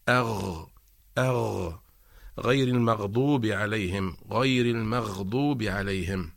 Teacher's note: أما حرف الغين فمخرجه هو ملتقى جذر اللسان والحنك اللحمي، فنقول أغ أغ غاء، وهنا نذكر أنه عند النطق بحرف الغين فإن المخرج لا ينقفل وإنما يبقى مفتوحا